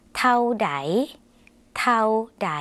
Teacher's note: คำว่าเท่านะคะในภาษาไทยอาจจะออกเสียงยาวส่วนในภาษาลาวเป็นสระเอาค่ะออกเสียงสั้น